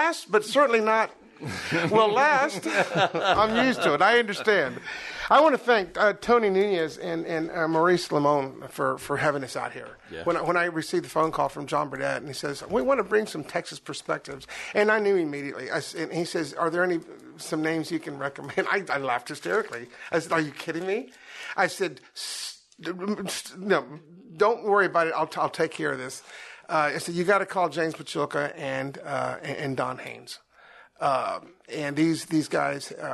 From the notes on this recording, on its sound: Recorded live at the Arcadia Music & Arts Symposium.